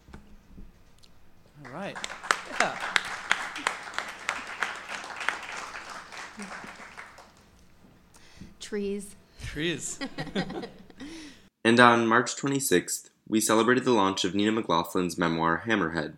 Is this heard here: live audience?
yes